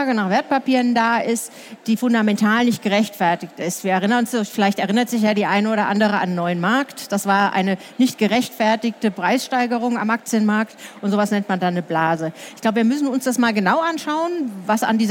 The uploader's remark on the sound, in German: Diesmal live auf der Karrieremesse herCAREER in München. Diesmal live auf der Karrieremesse herCAREER in München.